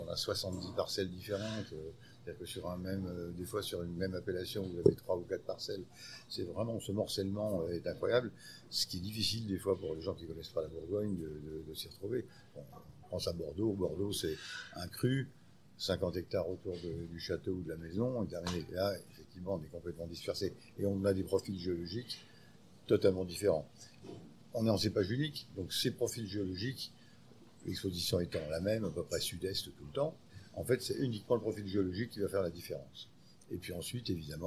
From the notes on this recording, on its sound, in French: Enregistré au restaurant Annette